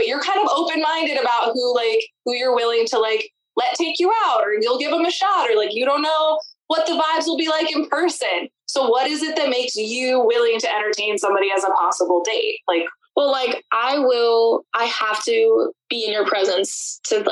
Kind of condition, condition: fault, poor sound quality